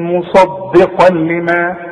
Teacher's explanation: تقول لي اللام من حروف يرملون، حروف الادغام، واللام ادغام كامل بدون غنه. اذا لما جيني نون ساكنه او تنوين زي ده وبعده لام او راء ما غنش. · Term: ادغام كامل بدون غنة